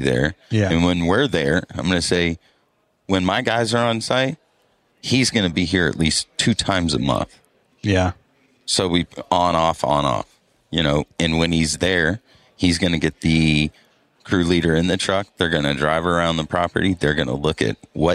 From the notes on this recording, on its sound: LIVE from Pod-Row at Synkd LIVE 2024 in Atlanta.